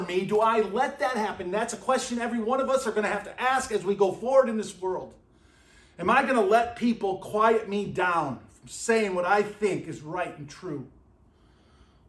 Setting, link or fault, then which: setting, large echoing room